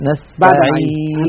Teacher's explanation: عند نطق الياء يرتفع وسط اللسان، بينما رأس اللسان ما زال في المنطقة السفلى عند الأسنان السفلى